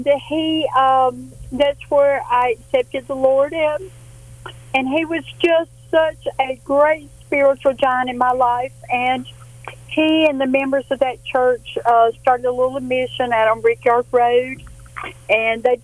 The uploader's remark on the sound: taking listener phone calls